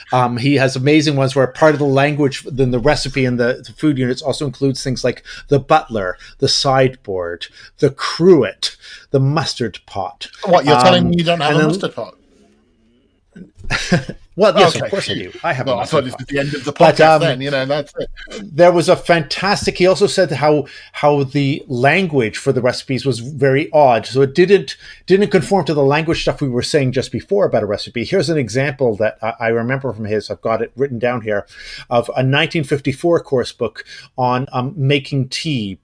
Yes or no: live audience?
no